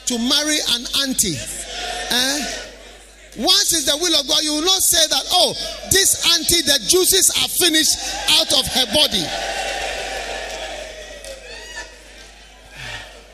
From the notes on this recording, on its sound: Preached at the Healing Jesus Campaign Pastors' Conference in Gushegu.